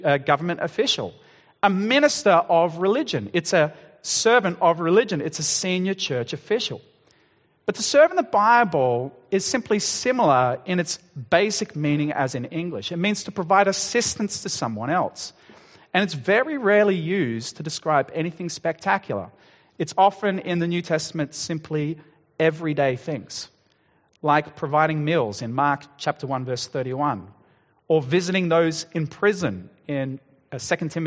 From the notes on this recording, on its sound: Sermon Recording